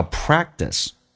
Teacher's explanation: 两个辅音在美式发音只用发后面一个，而且那个 t 要浊化成 d